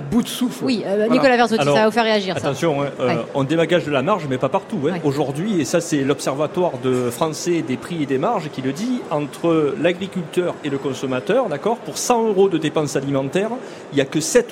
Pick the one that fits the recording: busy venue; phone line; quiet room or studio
busy venue